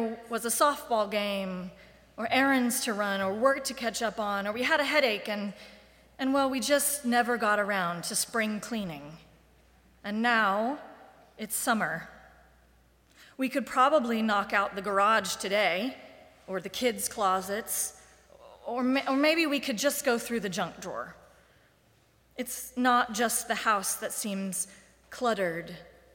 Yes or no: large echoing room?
yes